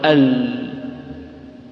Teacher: قال والانحراف صححا في اللام والراء، قال إن اللام والراء توصف بصفة الانحراف، اللام انحرفت من الحافة إلى الطرف